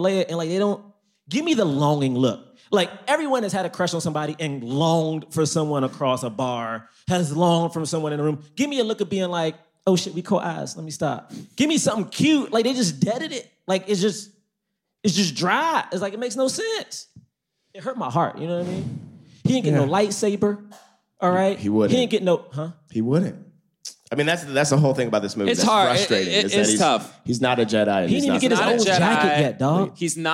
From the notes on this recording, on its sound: LIVE from London Podcast Festival